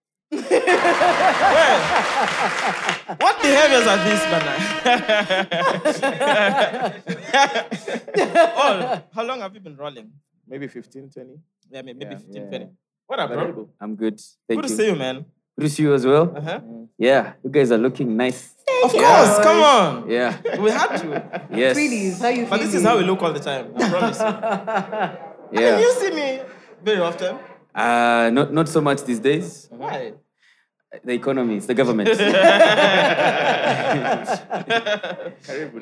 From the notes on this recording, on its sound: Live audience recording. Take on questions from the audience.